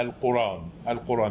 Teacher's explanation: قرأها ابن كثير بالنقل وحذف الهمزة